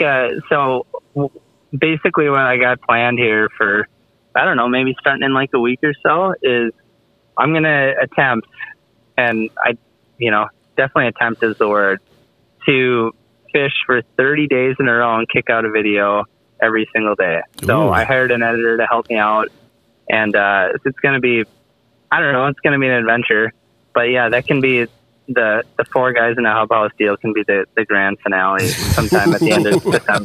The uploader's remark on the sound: We are also caught "off guard" by a call